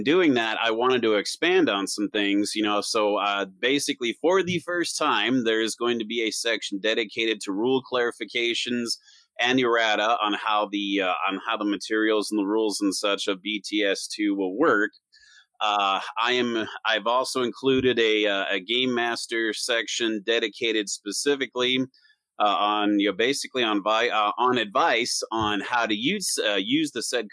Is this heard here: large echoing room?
no